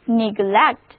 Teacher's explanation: 重音还是放在第二个音节上